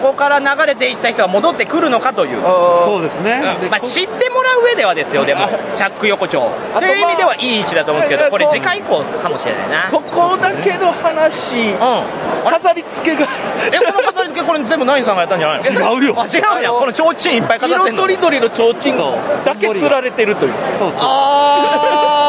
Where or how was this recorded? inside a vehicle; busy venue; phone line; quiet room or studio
busy venue